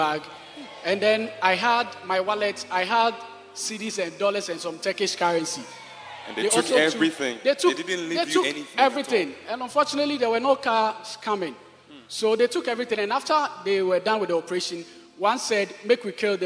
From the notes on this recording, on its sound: Preached at the Prophetic Encounter Service, First Love Church, Accra.